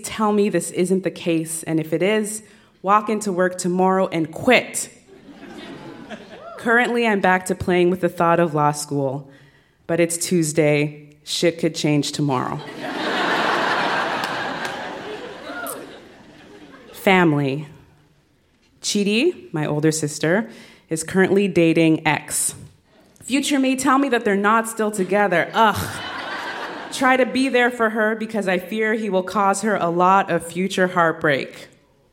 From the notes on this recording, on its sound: Recorded live at the Hot Docs Podcast Festival in Toronto.